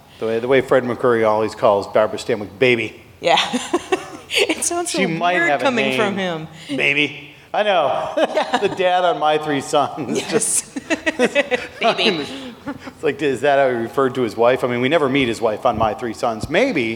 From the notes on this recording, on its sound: our recording at Pepito’s